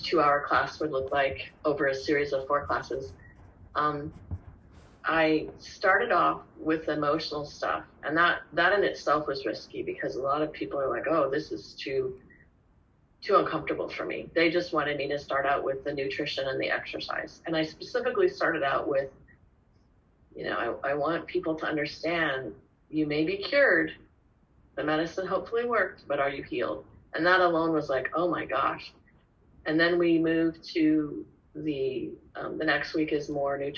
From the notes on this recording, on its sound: This podcast was recorded without any fancy microphones or editing equipment. Spoke via Zoom and I recorded it on my laptop’s voice recorder.